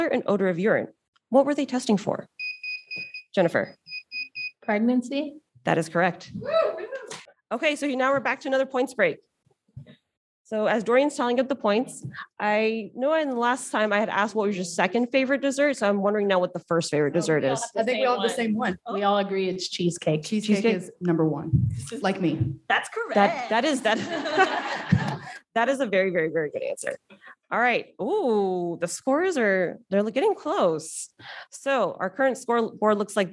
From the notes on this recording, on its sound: During the 2023 ASCLS, AGT & SAFMLS Joint Annual Meeting (JAM) in Providence, RI, Off the Bench hosted and recorded the first ever JAM Query Check (QC) live show. Three contestants went buzzer-to-buzzer in friendly competition. Audience members even got in on the action as lifelines for the contestants.